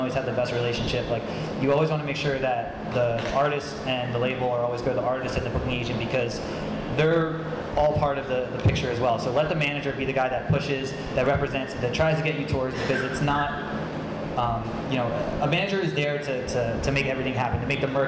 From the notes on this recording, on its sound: recorded at the 2017 Electric City Music Conference